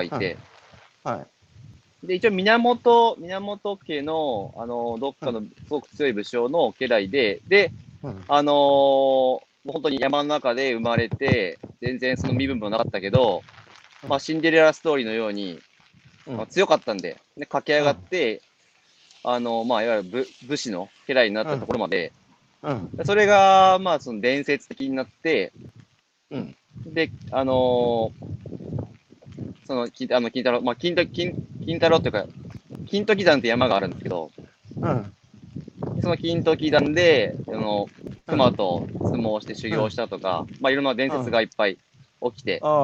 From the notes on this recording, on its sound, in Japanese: 歩くラジオ。歩きながら1時間、対談する。